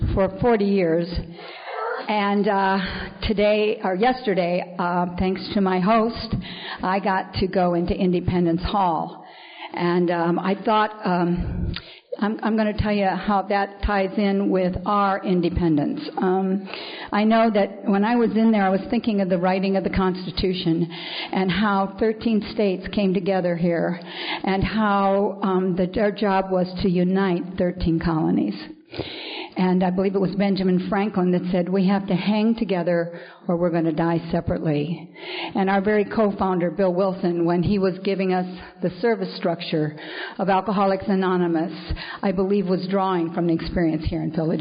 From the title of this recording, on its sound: is speaking at the Second Liberty Bell Roundup